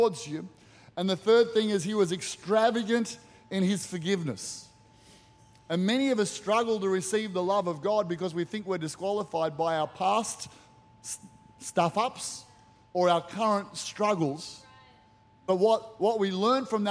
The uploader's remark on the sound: Recorded during our 9am service on Sunday, the 8th of October 2023.